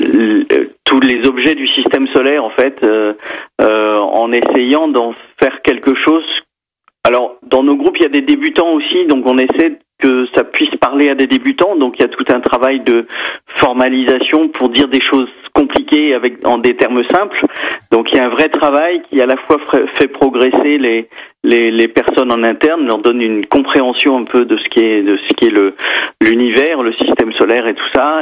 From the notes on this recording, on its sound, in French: par téléphone